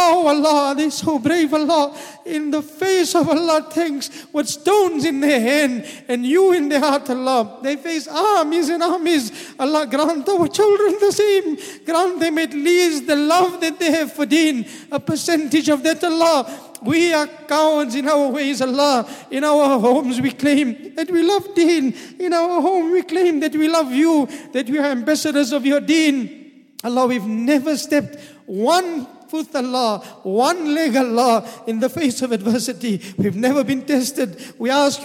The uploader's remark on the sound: at the Houghton Masjid (West Street)